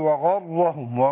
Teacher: خذي بالك من الراء مشددة مفخمة